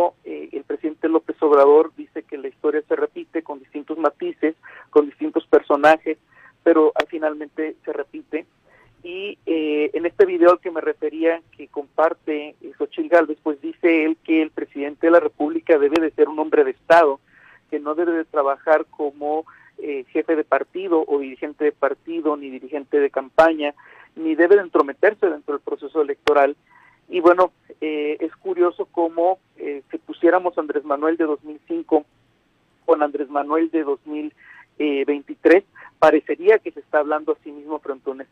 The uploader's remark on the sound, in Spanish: entrevistamos vía telefónica